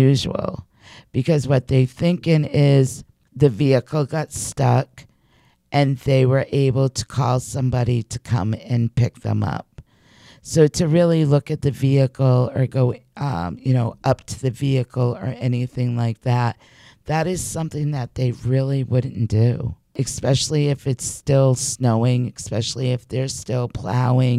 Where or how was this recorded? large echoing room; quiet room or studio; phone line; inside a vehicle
quiet room or studio